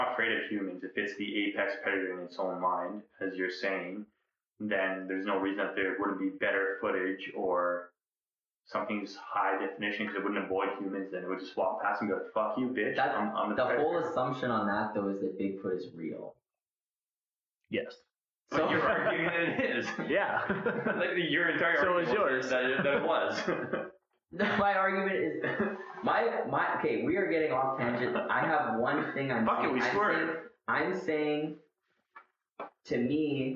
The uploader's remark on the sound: APOLOGIES FOR THE TERRIBLE AUDIO WITH THIS ONE